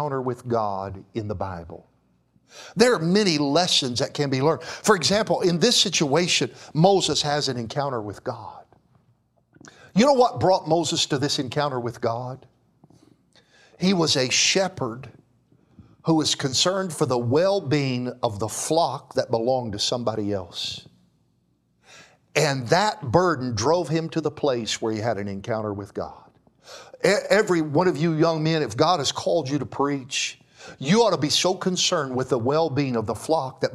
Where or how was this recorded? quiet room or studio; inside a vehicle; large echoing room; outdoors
large echoing room